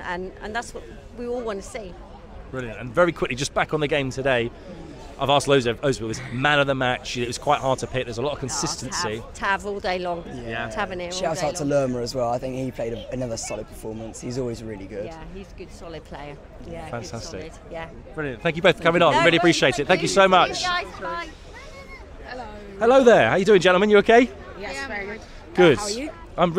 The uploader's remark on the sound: Was the man with the microphone as Bournemouth fans reacted outside Dean Court.